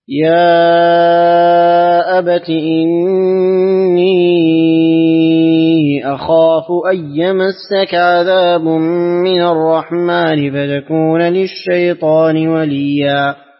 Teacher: إسكان الياء مع الإشباع وترك الغنة في قوله أن يمسك